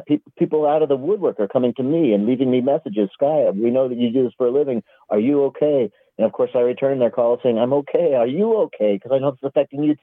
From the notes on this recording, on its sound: They talk over the phone from the Mile High Mobile Studio (a truck in the driveway).